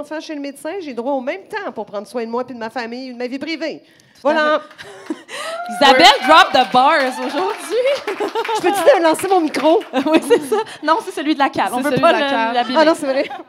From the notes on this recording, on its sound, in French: Enregistré devant public à La Cale - Pub Zéro Déchet à Montréal.